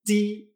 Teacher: En la JI, ti, nada de aire.